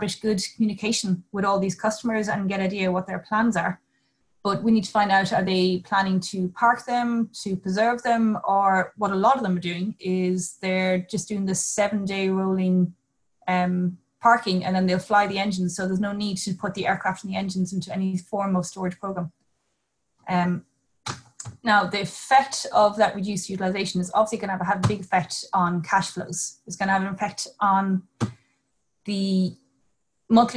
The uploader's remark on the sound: This is the audio from the APTN aircraft lessor CTO and Powerplant manager's Zoom Call. This is the audio from the APTN aircraft lessor CTO and Powerplant manager's Zoom Call.